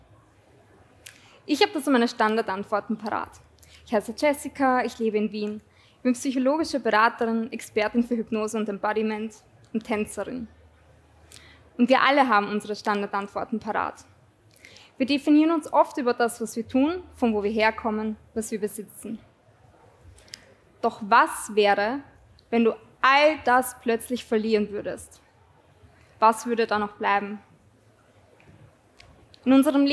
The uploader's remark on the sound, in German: Dieser Ausschnitt wurde live beim Greator Festival aufgezeichnet.